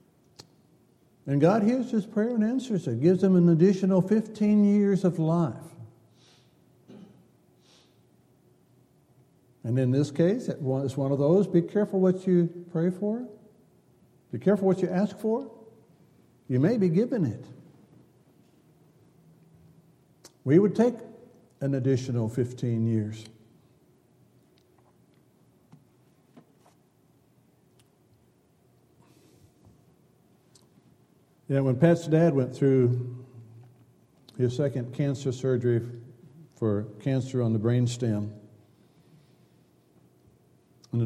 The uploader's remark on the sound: Downtown Church Of Christ Audio Sermon